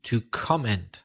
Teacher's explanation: the stress on that verb should be on the first syllable, to comment